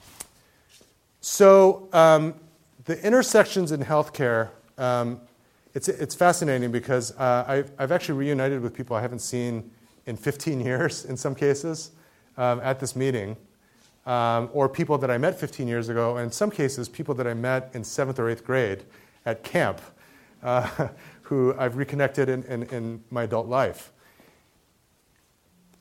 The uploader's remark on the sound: Keynote talk at the 2015 Asian Pacific American Medical Student Association. At the University of California Irvine School of Medicine.